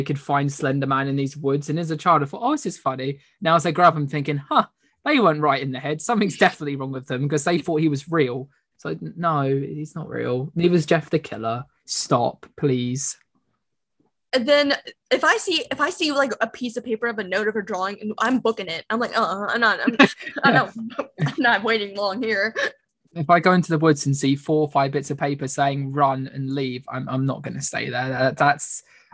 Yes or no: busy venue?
no